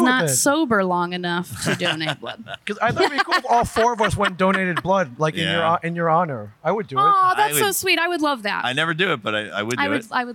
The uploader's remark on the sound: Live from Comicpalooza! LIVE from Comicpalooza 2023.